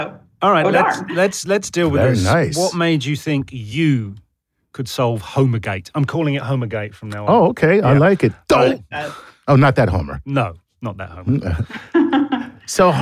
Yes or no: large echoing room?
no